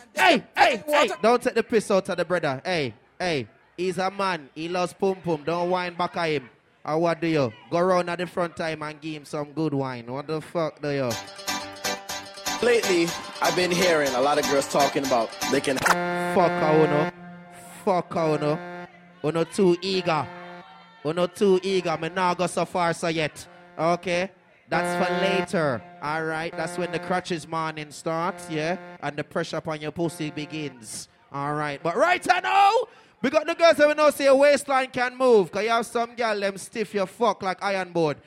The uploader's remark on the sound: Live Soca Set 3Way March 4th 2017